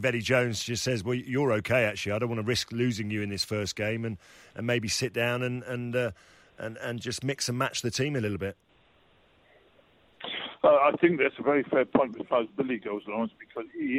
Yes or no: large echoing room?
no